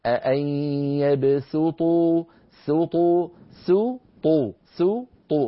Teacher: فننتقل من سين مرققة إلى طاء مفخمة، ولا نترك الفم على هواه، لأنه إن تركناه على هواه فخم الحرفين معا، فقال أن يبسطوا سطوا، ففخم السين حتى صارت صادا، فلينتبه إلى ذلك.